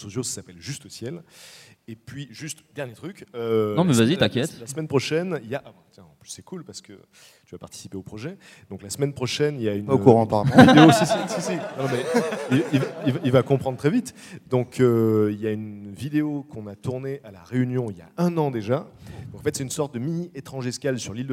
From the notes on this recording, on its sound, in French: Un épisode EN PUBLIC au Frames Festival 2016 ! C'était mon premier épisode en public, désolé pour les petits bugs de son et le ton parfois un peu moins naturel que dans mon salon.